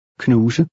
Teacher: The S has a Z sound.